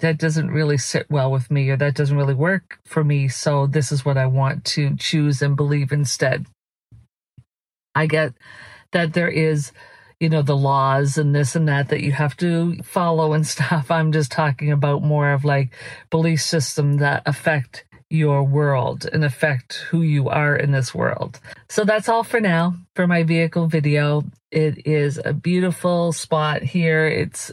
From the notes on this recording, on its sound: These are vehicle videos so there will be some sound in the background. Vehicle Videos(VV) are unscripted, unedited, focused videos in our vehicles ! We have transferred the audio for your listening pleasure (the audio is from within a vehicle).